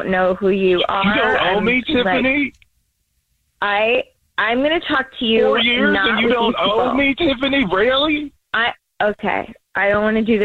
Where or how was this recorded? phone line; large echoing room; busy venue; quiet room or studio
phone line